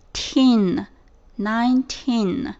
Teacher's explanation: teen 这个词根读的时候是长音，然后最后呢要落在一个鼻音上面